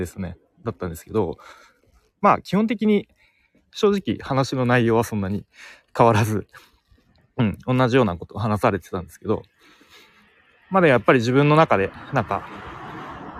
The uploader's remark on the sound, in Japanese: 西野亮廣講演会からの帰り道にノリで収録しました。